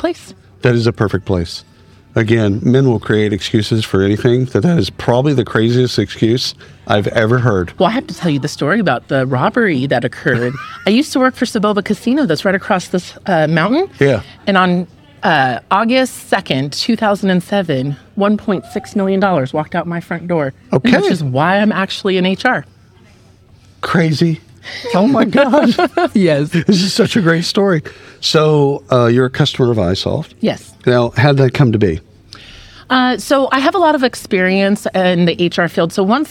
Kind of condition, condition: setting, busy venue